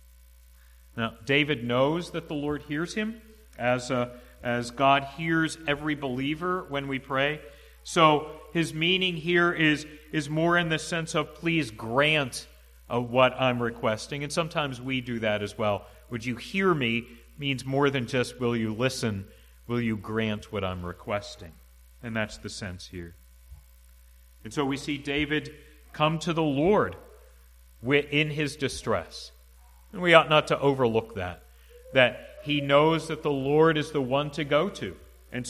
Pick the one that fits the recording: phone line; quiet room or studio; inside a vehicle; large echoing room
large echoing room